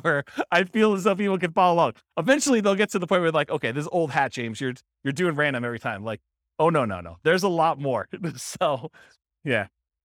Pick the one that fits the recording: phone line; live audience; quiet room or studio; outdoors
live audience